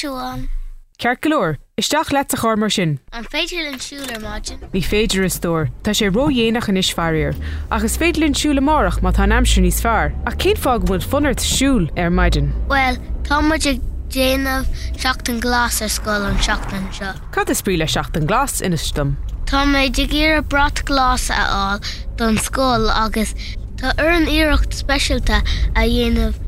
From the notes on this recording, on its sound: Clár sa Charr is a short conversation of a parent and child that takes place in the car on the way to school.